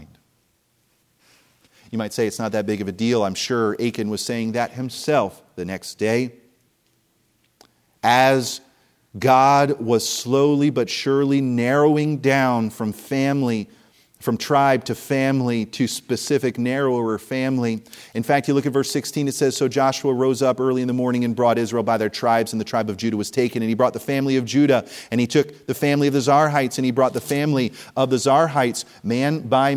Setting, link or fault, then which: setting, large echoing room